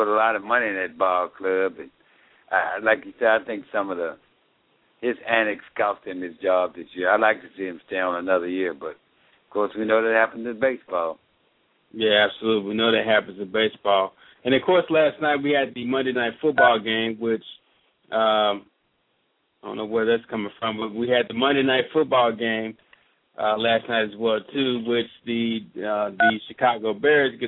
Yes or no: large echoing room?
no